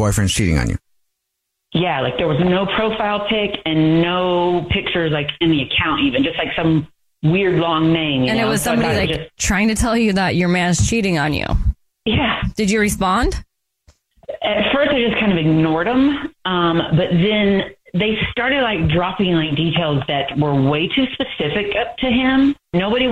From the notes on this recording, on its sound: on the phone today for War of the Roses